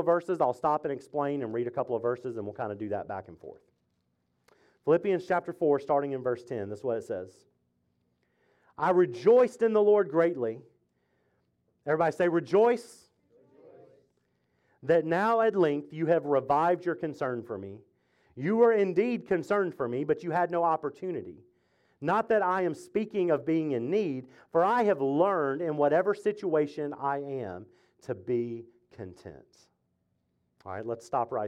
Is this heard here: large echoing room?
yes